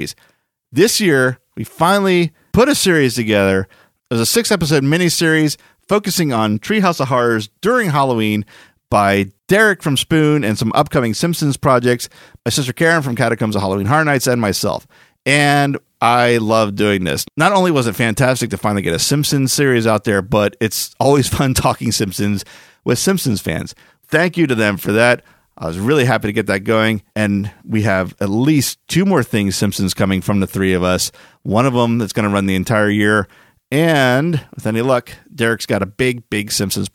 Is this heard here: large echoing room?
no